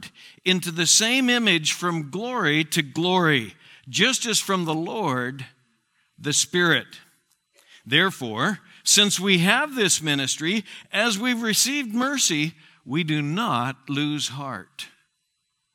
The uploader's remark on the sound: Southwest Bible Church in Beaverton Oregon